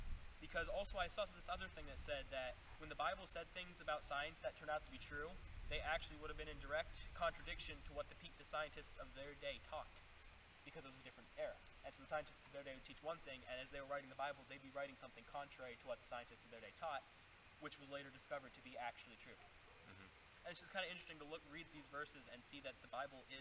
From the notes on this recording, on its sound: we decided to record on an island in a river today so it might be hard to hear and you might hear other noises